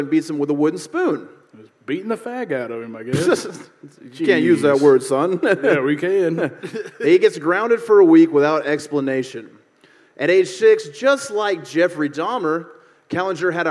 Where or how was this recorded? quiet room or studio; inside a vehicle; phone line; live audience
live audience